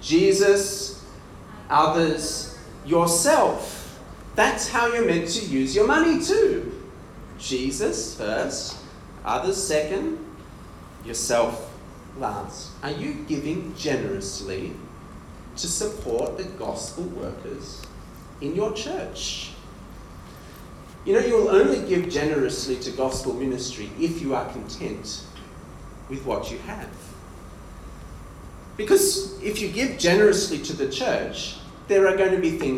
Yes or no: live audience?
yes